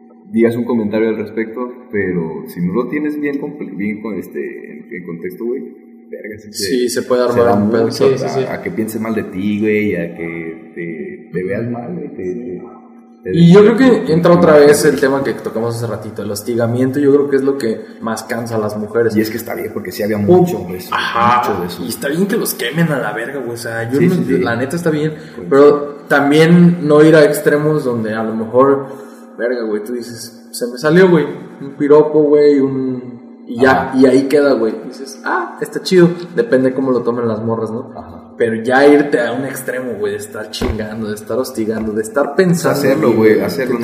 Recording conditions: poor sound quality